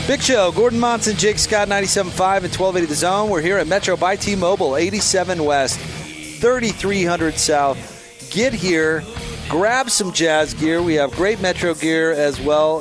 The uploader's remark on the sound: LIVE at Metro by T-Mobile